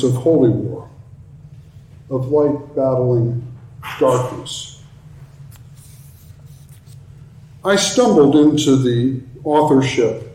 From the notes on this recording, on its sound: talk at the NALC Atlantic Mission Region's Theological Conference